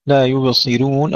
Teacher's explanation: الراء مرققة عند ورش لأن قبلها كسرة